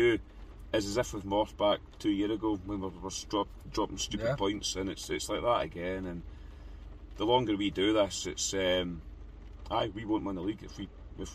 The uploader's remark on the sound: Our reaction from the car after Rangers drop more points at home.